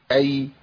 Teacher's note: ياء ساكنة بعد فتح. تاخد زمن قد ايه؟ زمن بسيط قوي